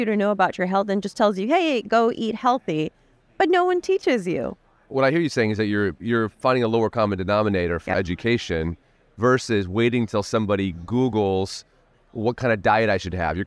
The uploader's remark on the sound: recorded at the ViVE 2023 conference in Nashville